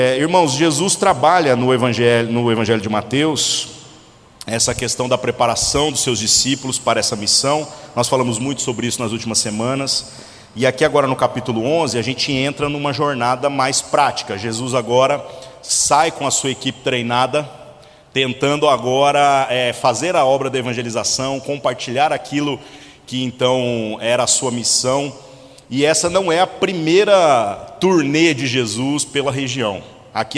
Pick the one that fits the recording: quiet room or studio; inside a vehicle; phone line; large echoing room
large echoing room